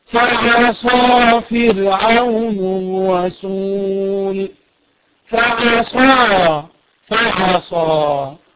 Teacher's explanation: الألف ألف ليست ممالة